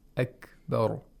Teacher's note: Okay, then another thing that caught my attention was akbaru. Akbaru, the kaf, was pronounced with the very light clicking sound of kaf